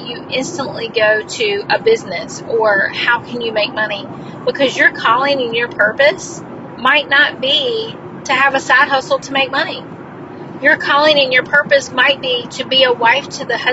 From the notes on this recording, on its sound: This episode was recorded in my car